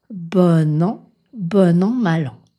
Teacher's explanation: Quand on prend l'adjectif « bon » tout seul, on le prononce avec le son « on » nasal. Cependant, la voyelle nasale « on » disparaît quand on fait la liaison en « n » avec le mot suivant. On prononce donc « bon » avec un son « o » ouvert, « bo ». · Term: dénasalisation